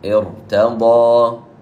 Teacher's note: جاءت همزة وصل وبعدها راء فإنها تفخم ارتضى.